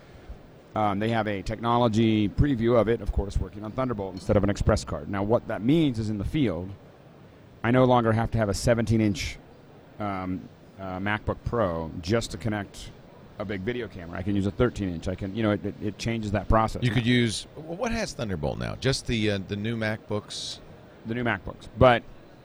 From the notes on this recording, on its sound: Live from NAB Show 2011